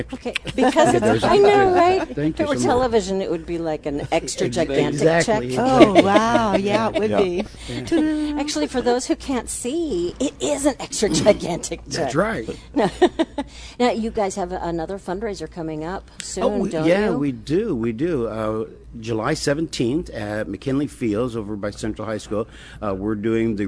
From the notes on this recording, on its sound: Live at Prairie Gardens.